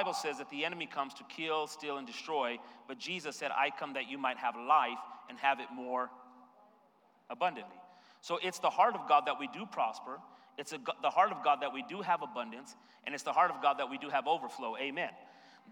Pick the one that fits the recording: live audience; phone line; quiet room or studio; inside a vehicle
live audience